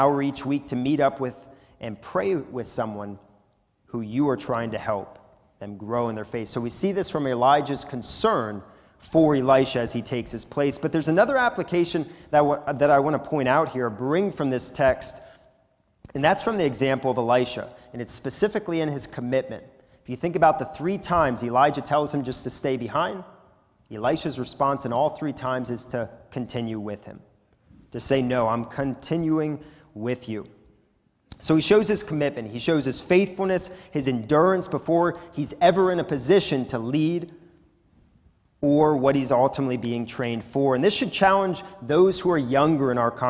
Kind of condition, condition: setting, large echoing room